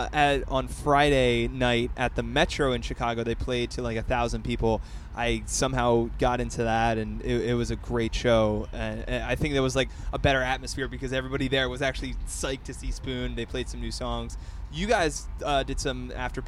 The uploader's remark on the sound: hosts live from Lollapalooza 2014 alongside Billboard